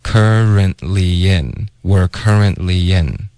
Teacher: ly 跟 n 之间会有一个很轻的 y 的音，所以不是 in，它是 yen · currently 的这个 t 呢，最好省略